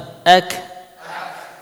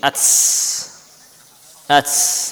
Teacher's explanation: Ta dan kaf, ya, ketika disukun, ya, suaranya berhenti, namun langsung diikuti dengan nafas. · Shown in: first take · Term: aliran nafas